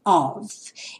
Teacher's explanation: Of tem a pronúncia do F como se fosse um V.